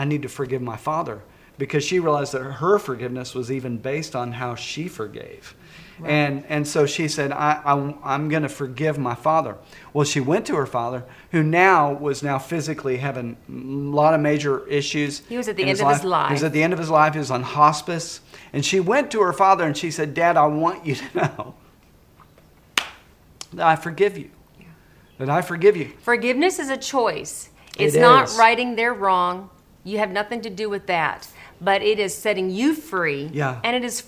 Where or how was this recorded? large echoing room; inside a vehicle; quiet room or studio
large echoing room